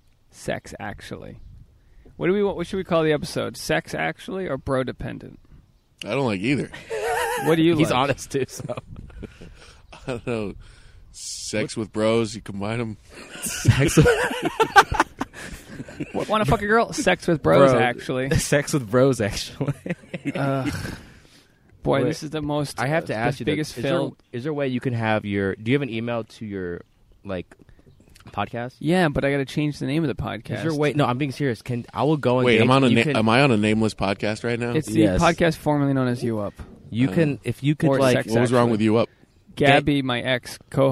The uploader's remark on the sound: This episode was recorded LIVE from a yard sale.